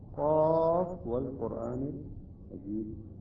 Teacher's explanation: إذن هذه الحروف كلها ست حركات في الوصل والوقف. في الوصل والوقف لا يكون فرق في حال الوصل والوقف.